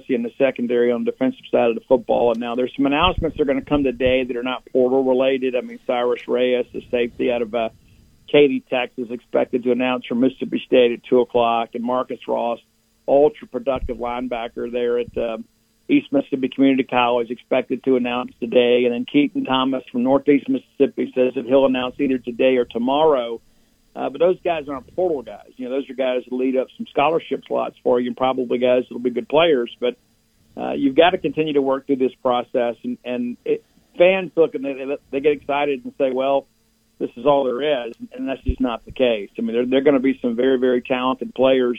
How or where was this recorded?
phone line